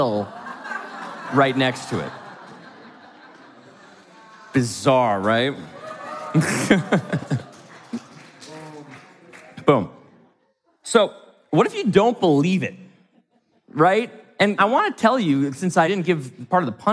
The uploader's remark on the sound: from the stage of Mindvalley’s A-Fest